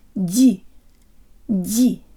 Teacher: It's the part of your tongue behind the tip that makes contact with the roof of your mouth for the de, and use more air than you would in English so it can buzz through the narrow passageway.